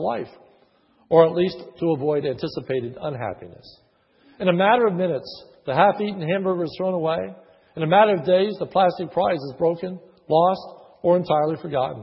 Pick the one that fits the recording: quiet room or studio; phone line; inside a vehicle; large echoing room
large echoing room